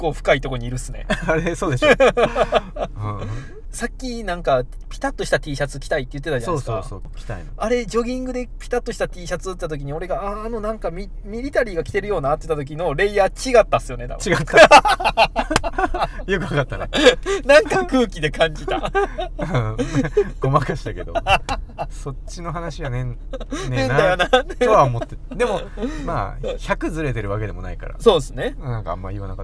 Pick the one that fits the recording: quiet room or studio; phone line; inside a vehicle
inside a vehicle